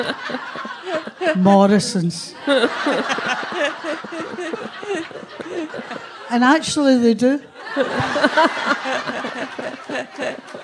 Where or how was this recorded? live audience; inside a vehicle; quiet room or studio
live audience